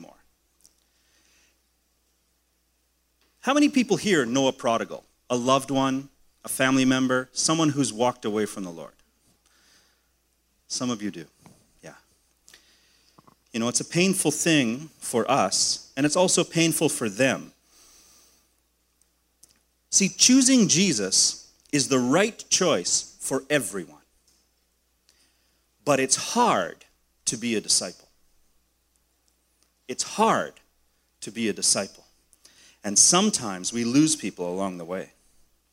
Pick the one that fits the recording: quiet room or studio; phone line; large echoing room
large echoing room